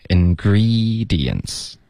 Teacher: Ingredient 的 e 的音舌根要高一点